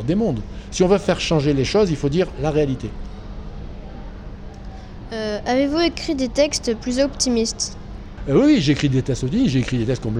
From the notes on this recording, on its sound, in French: Dans le cadre du Festival du Livre Grains de Sel à Aubagne, Radio Sarraute a rencontré l'auteur